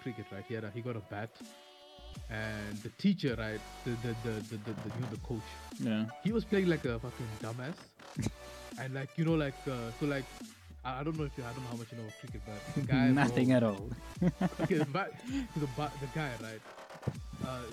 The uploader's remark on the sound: Please excuse the averageness and the unbalanced audio, we are still finding our groove. Background music used in video.